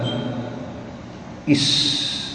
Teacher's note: عندما طرف اللسان مع فوق الثنايا وصل خرجت السين